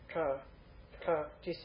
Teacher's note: The lingual ta, pull your tongue back, seal it at the top, upper palate, and then say ta, ta.